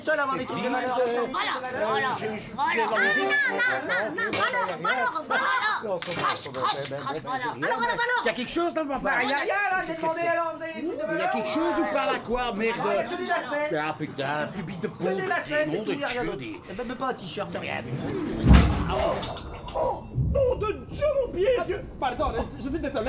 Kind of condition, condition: setting, busy venue